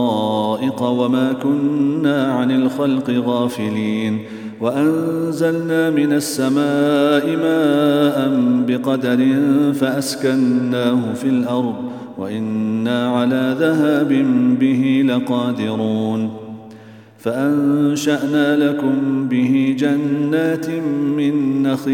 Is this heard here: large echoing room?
yes